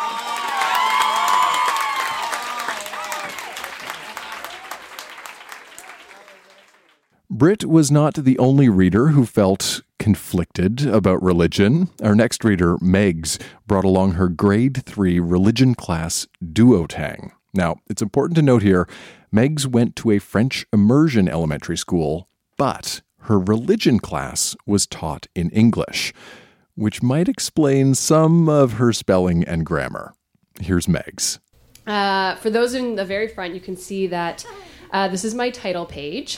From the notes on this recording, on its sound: Recorded live at La Vitrola in Montreal, QC.